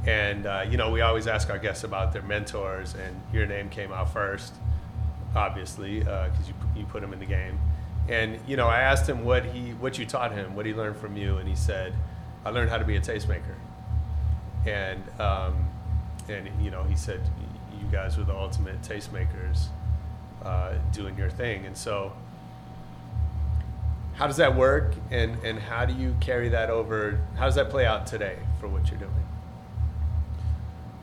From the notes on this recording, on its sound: This week we come at you live and direct from the world Los Angeles premiere. It’s a short interview because we taped right before the film started.